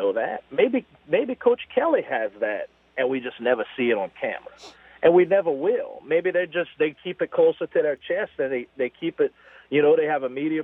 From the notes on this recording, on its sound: We then go to the phones for 2 fun guests.